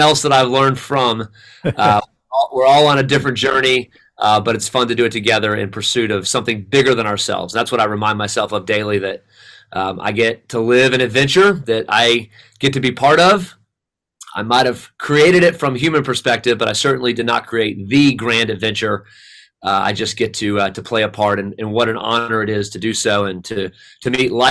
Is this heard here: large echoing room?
no